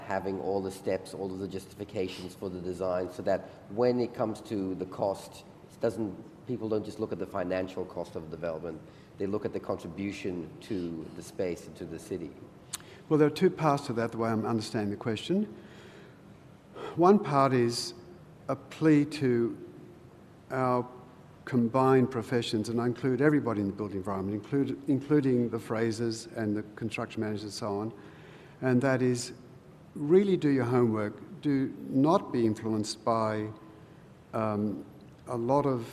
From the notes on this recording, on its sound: Recorded at the 2016 Sydney Architecture Festival at Central Park.